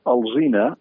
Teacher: aquesta L, que va darrere la A, es pronuncia molt velar.